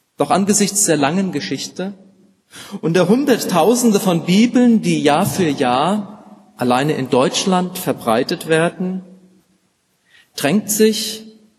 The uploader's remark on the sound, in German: Gottesdienst mit der Lippischen Bibelgesellschaft